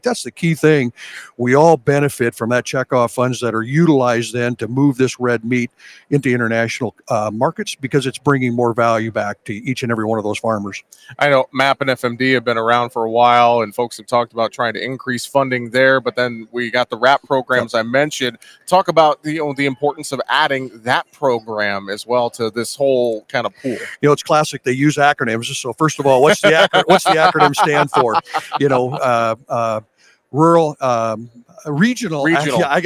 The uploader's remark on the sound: we broadcast live from the Cattle Industry Convention and NCBA Trade Show in Orlando, FL